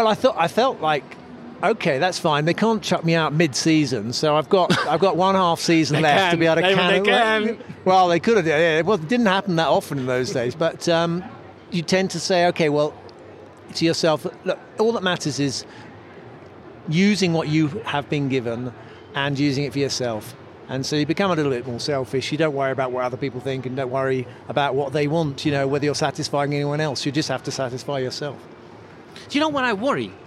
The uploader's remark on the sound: It’s an F1 Nation fiesta, recorded at the Autodromo Hermanos Rodriguez. Crash Red Bull’s post-race party.